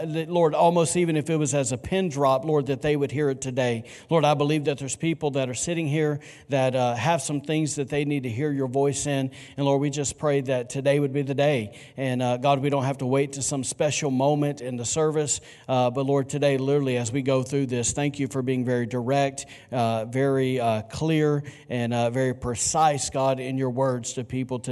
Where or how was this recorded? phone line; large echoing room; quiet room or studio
large echoing room